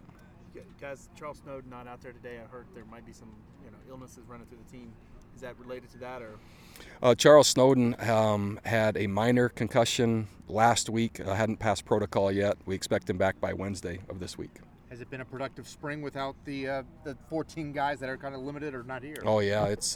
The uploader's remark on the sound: we share the audio from the end of the 13th practice of spring ball